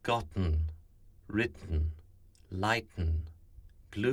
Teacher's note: The tongue stops the air at the alveolar ridge, and the sound pops into the nose. There should be no glottal stop, and there should be pressure against the tongue from the airflow that is stopped. · Term: nasal release